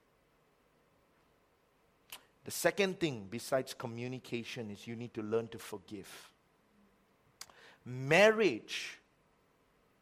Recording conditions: large echoing room